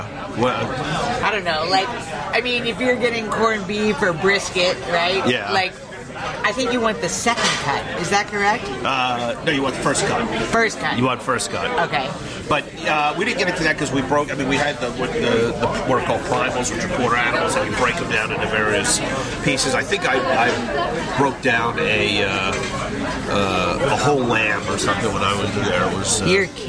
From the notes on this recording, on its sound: at the Capital Grille restaurant